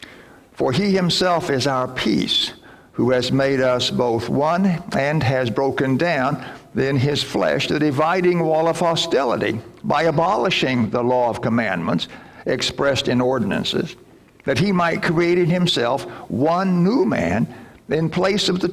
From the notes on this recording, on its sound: Recording from Sunday's Worship at First Lutheran Church and School in Clearwater, FLorida.